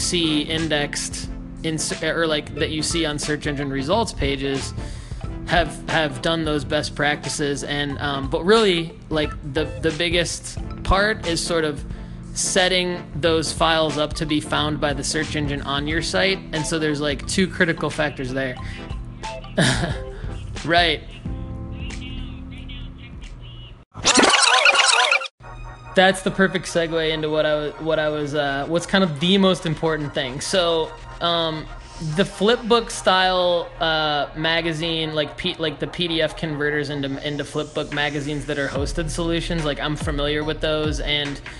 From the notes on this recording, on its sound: you hear my end of a real client phone call